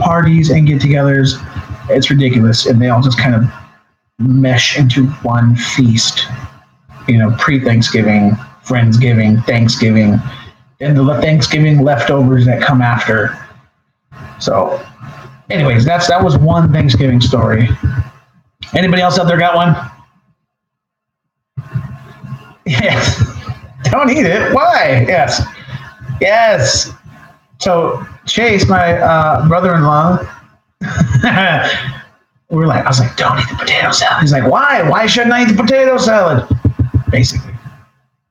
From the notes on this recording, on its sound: This is a trial of the new LIVE software capabilities of the show. Thanks for bearing with me and I promise i will get this audio thing down ASAP!!!